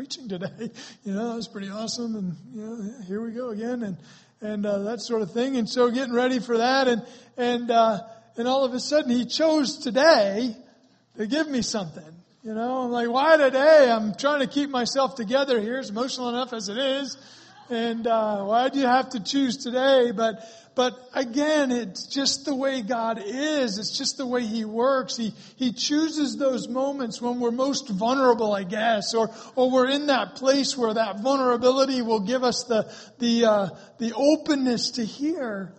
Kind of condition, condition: setting, large echoing room